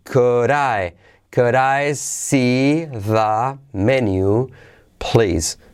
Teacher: la D de could se convierte en R suave